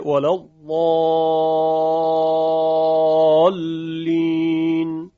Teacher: یا کلمه ولا الضالین که در اینجا مد کلمی مثقل هست، مد لازم که به میزان 6 حرکت یا طول امتداد پیدا میکنه